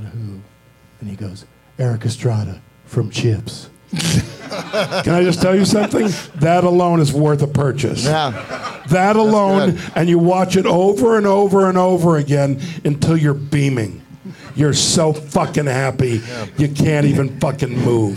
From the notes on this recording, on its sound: Live from Flappers in Burbank